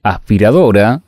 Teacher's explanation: Por ejemplo, cuando decimos aspiradora, estamos aspirando esa S. No le estamos dando toda la intensidad, la estamos pronunciando similar a una letra J · Term: aspiradas